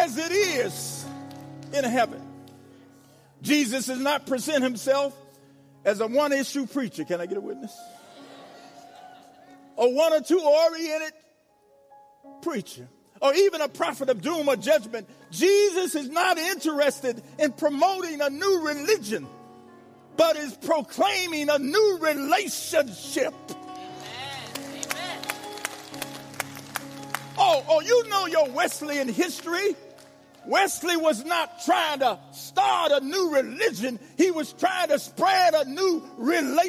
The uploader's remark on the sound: Episode 34 is the live recording of his sermon "Stand Up With the Good News"at the North Central Jurisdictional Conference in Ft Wayne, Indiana.